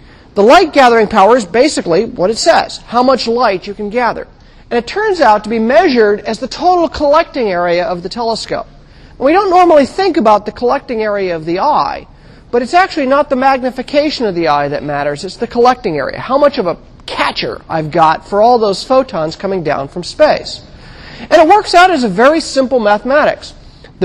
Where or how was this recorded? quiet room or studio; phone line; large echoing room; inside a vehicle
large echoing room